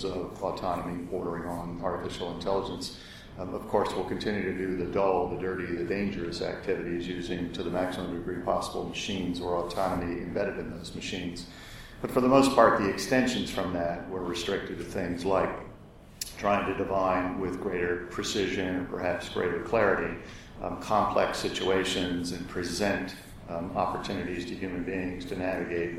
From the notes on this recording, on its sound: The Future of Digital Intelligence LIVE from the Lawyer Jurga.